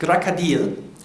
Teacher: Die einfache Faustregel ist, unbetonte O's werden wie A's gesprochen